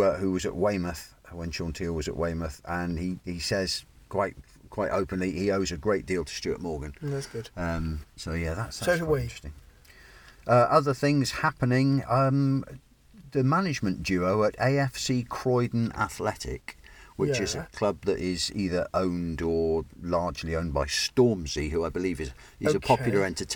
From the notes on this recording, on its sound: car outside Plainmoor